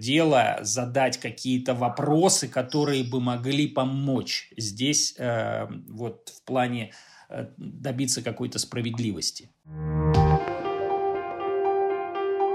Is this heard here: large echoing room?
no